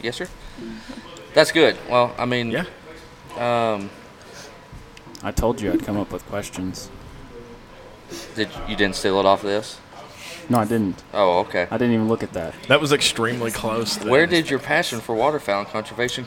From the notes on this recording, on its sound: This week the boys are recording from the showroom in Danville, right before the start of the Wilderness Trail Ducks Unlimited Banquet.